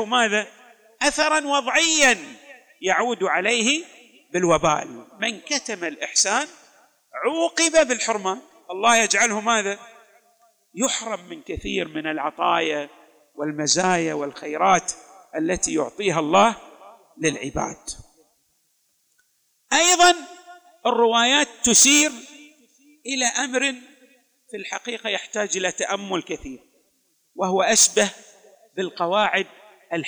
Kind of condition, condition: setting, large echoing room